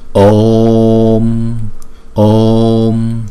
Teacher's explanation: Chữ O là hai nhịp. Ôm, chúng ta đọc chữ ô hai nhịp kéo dài trước rồi chúng ta mới đóng lại